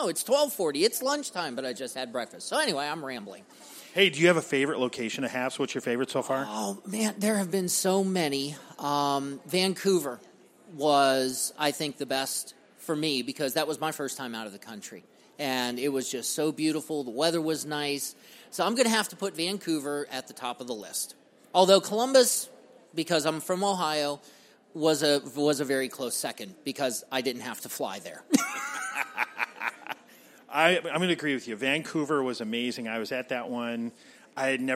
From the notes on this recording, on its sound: LIVE from McGraw-Hill Education Booth! Interview HAPS attendees. Feel the energy of the event.